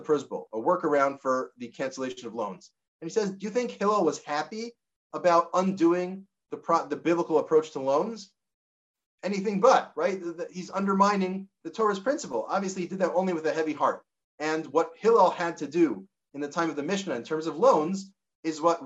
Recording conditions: video call